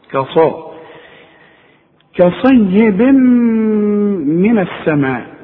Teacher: الأول أرقق الكاف وبعدين أفخم الصاد.